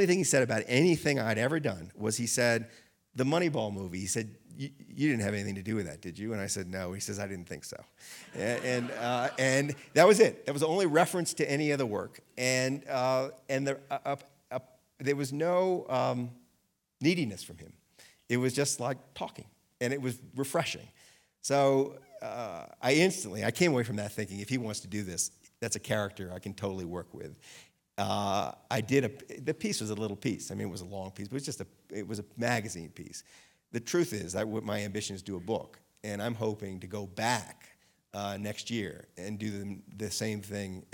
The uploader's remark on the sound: Recorded live at Aspen Words.